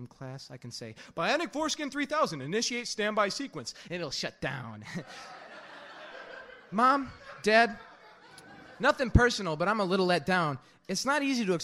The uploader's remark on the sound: part two of the slam recorded on May 29th 2001